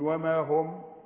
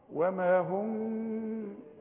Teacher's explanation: ما اقفلش شفايفي، لا اقفلها يا سيدي اذا وقفت، تقول وما هم. انما عند الوصل وما هم يعني بخفي وبغن · Shown in: second take